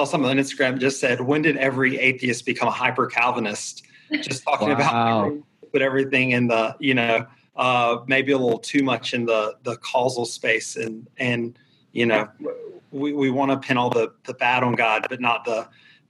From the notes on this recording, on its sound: This series was recorded as a series of live videocast events.